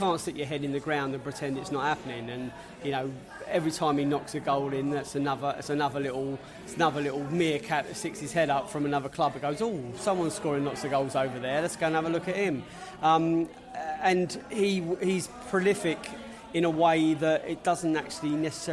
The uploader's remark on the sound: Wolverhampton Wanderers pre-match podcast from the pub. Fans in the pub after Preston victory.